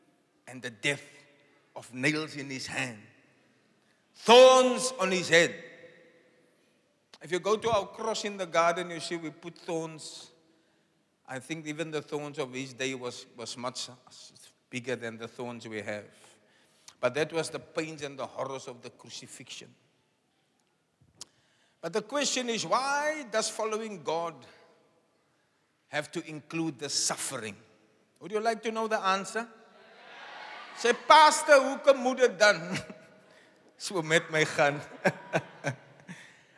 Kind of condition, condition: setting, large echoing room